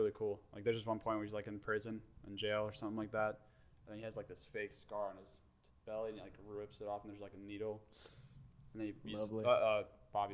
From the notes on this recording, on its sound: AUDIO LEVEL LOW